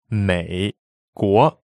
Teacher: 美 is a third tone and 国 is second tone.